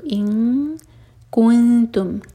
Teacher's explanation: इन कुंतुम, इन यहाँ पर इख़्फ़ा कैफ़ के लिए, तो कैफ़ के लिए पीछे से ज़बान थोड़ी सी ऊपर उठती है, तो इन कुंतुम, कैफ तुम्मा के लिए होठ खोलूँगे लेकिन जब नून पर पहुँचें तो होठों को फैला लें।